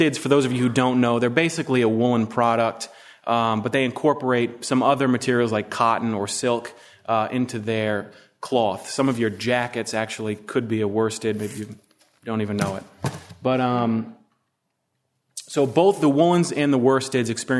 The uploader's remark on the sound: From the session on "Studies in Economic History," presented at the Austrian Economics Research Conference. At the Ludwig von Mises Institute in Auburn, Alabama.